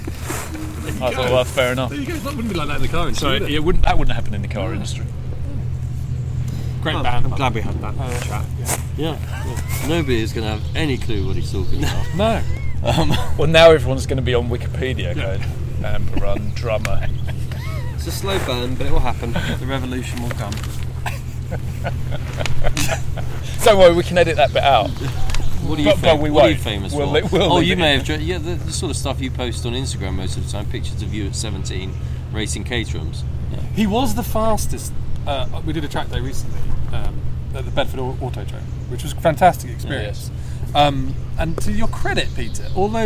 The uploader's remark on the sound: we bring you the sights and sounds of what is probably Europe’s most beautiful car auction – our sale at Villa Erba on the banks of Lake Como.